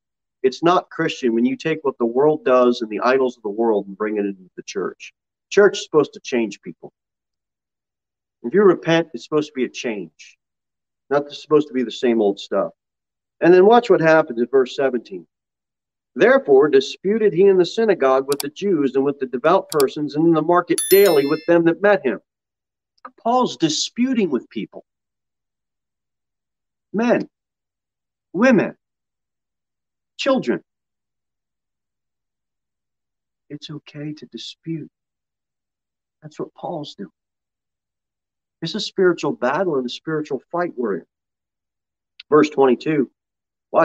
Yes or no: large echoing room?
yes